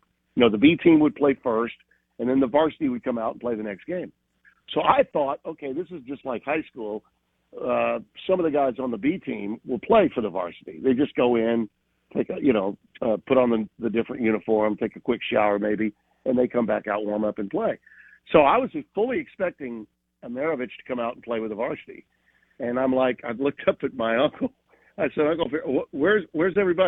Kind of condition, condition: link, phone line